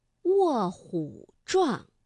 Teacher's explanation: 那因为卧是四声字，那虎呢在这里我们读21 · Term: 变调